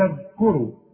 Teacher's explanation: الذال لازم تطلع لسانك فيها، والكاف مضمومة والراء مفخمة